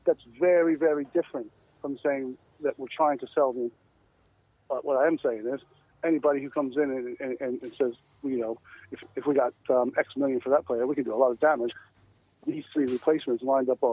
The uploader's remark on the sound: joins us on the phone